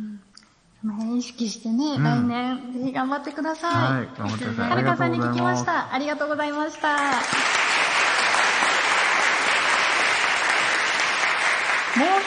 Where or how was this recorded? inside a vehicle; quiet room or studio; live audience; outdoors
live audience